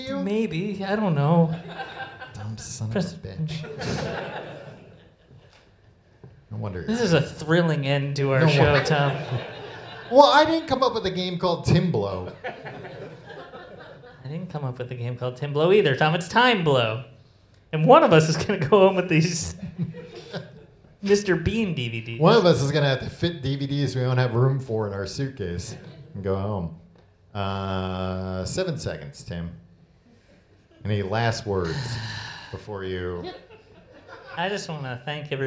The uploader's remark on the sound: Live in London